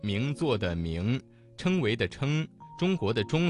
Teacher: 又听到了很多复鼻韵母是昂、恩、英、翁的字